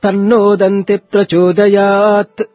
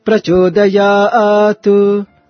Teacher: it has to be chanted so clearly and with a little tinge of tu for it, but it's not chanted abruptly as t. · Shown in: second take